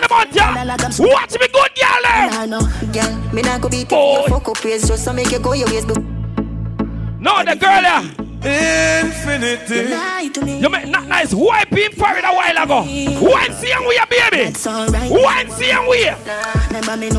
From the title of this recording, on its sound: LIVE AT TIPSY THURSDAYS 9TH JUNE 2022